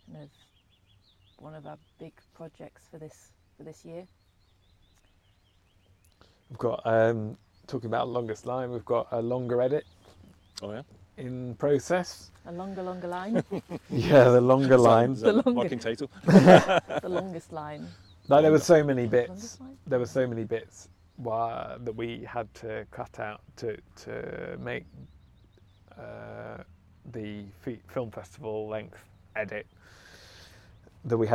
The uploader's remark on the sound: The rain did come in whilst we were chatting so the lens does get obscured by droplets, the hazards of recording outside.